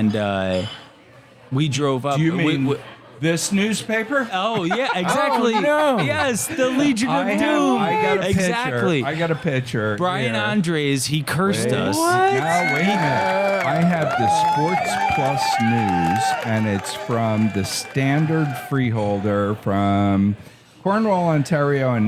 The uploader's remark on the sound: This episode was recorded live in Asheville NC.